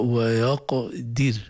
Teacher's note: فخمنا القاف مقلقلة ورققنا الراء لأنها سكنت بعد كسر